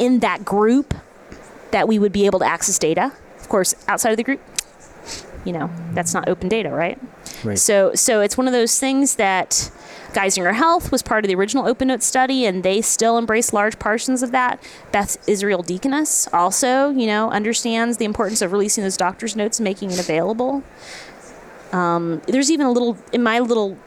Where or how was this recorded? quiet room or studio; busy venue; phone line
busy venue